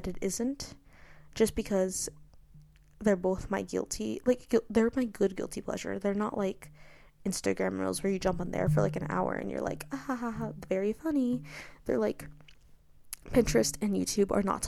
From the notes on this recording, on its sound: I apologize for background noise that involved the mic and cord